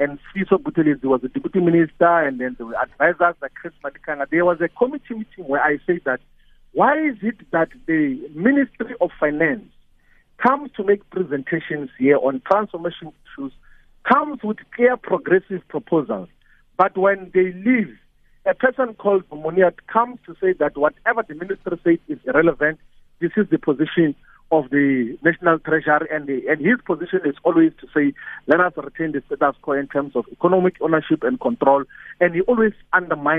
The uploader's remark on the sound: He now joins us on the line…. Guest(Phone).